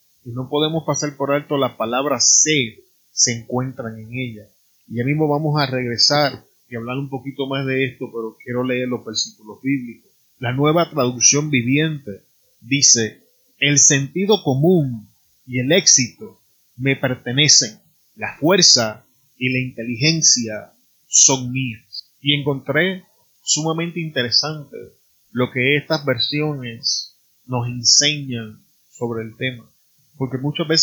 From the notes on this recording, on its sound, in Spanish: Tuve problemas con el audio, disculpen la calidad de sonido en el día de hoy.